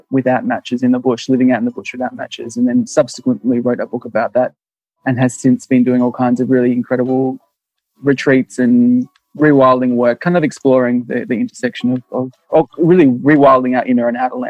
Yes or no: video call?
yes